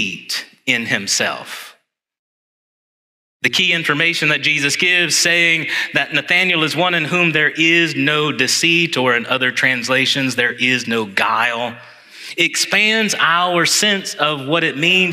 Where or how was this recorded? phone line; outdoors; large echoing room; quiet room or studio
large echoing room